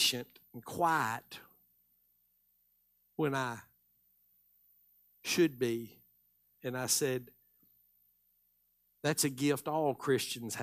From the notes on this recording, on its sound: Live Sunday Morning Service